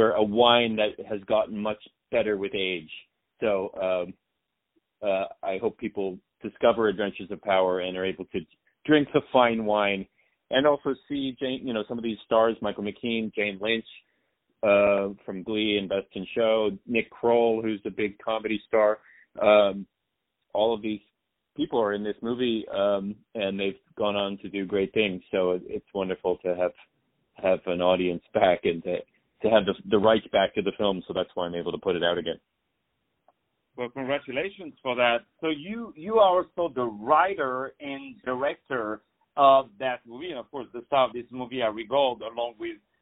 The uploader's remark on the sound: On the phone.